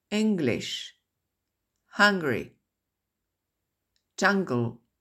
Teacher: NG est transcrit bien sûr par la trompe de l'éléphant, mais on a aussi le son G dans English. Et c'est la lettre G qui sert encore une fois, qui est transcrite encore une fois dans un deuxième son.